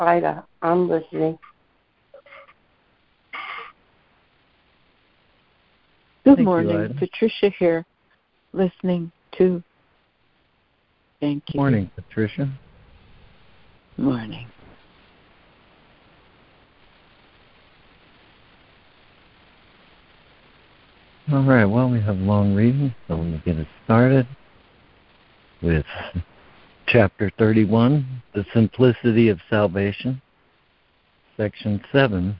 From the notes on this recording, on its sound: ACIM Daily Conference Call